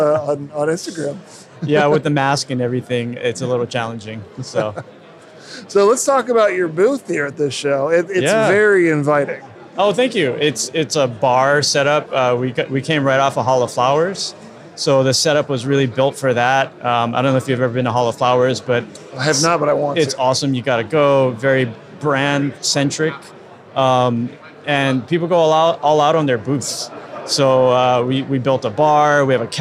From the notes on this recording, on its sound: In-person interviews recorded on the floor of The Extraction Expo in Los Angeles!